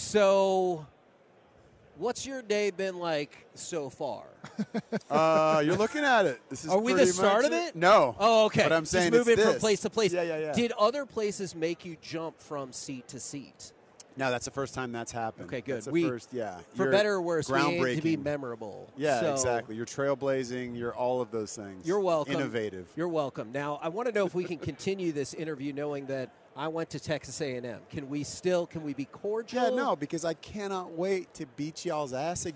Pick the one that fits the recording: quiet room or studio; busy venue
busy venue